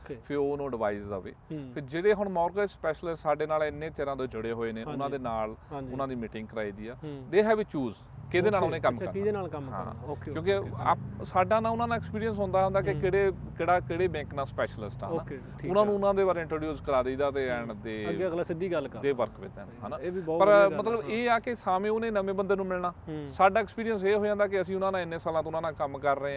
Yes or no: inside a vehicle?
yes